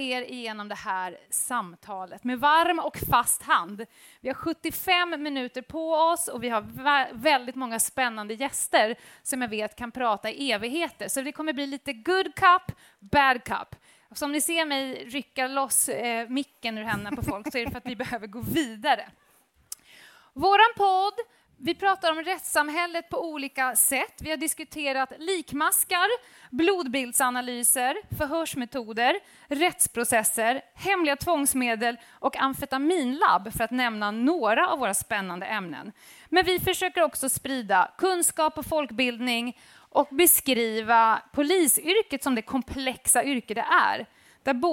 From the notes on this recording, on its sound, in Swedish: live från öjn och Almedalen